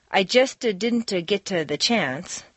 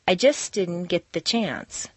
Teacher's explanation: because the ending st of just and the beginning d of didn't are so near each other in the mouth, it's not worth the effort to start the sound all over again, so they just flow into each other · Shown in: second take · You don't say, I just didn't get the chance, but do say, I just didn't get the chance. · Term: consonant-consonant liaisons